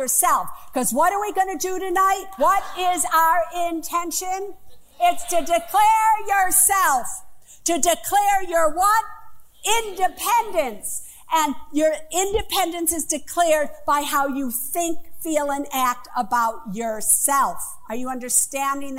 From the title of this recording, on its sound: Live From The Apollo Theater